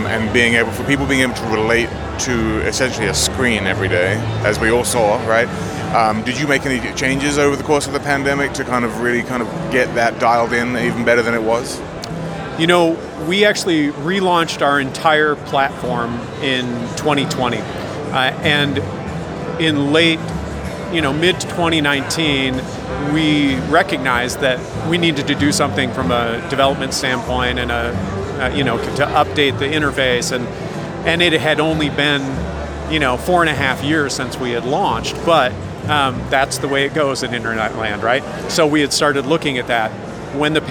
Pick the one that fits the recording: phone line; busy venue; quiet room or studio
busy venue